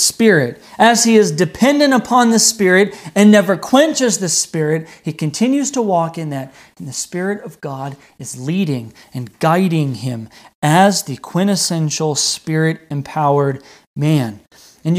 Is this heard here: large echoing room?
yes